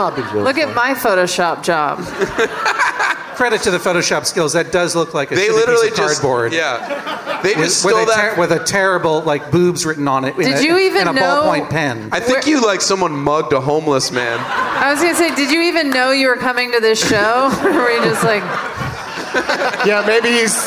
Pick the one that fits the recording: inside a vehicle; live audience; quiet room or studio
live audience